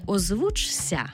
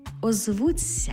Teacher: Пишемо «чся», а вимовляємо «ця». · Shown in: second take · Наприклад, не «озвучся», а «озвуться».